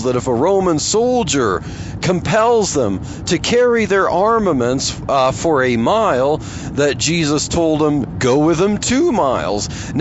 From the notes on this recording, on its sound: while driving to work